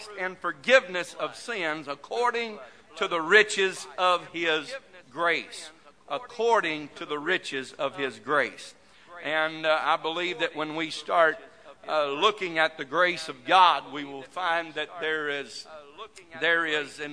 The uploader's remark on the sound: This message broadcast live from First Pentecostal Chuch of Silsbee Texas.